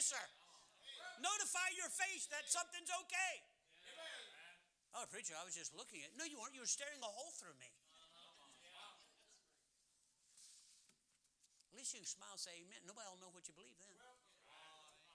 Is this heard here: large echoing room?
yes